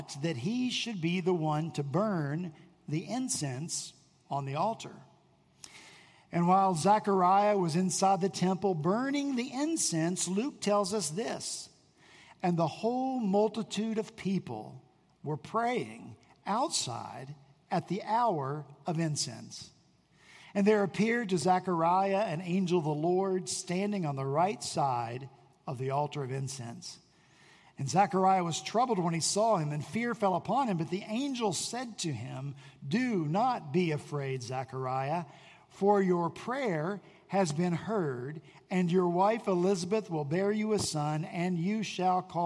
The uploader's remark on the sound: At Redeemer Presbyterian Church in Charleston, SC